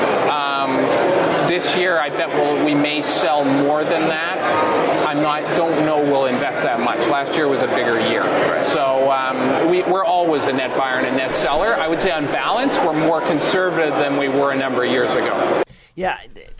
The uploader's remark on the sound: from the Super Return conference in Berlin